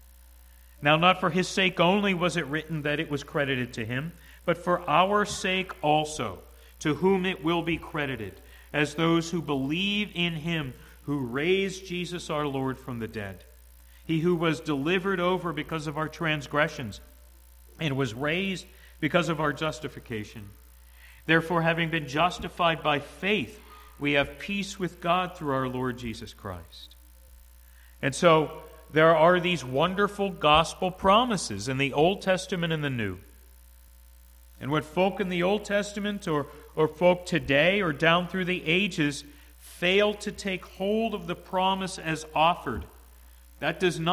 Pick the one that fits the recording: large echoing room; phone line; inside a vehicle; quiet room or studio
large echoing room